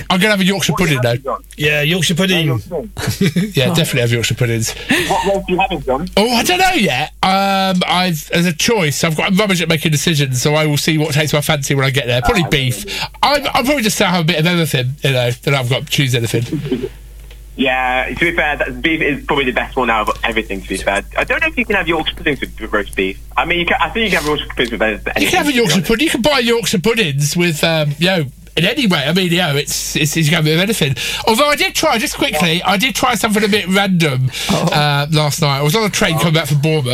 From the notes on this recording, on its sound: phones in for a chat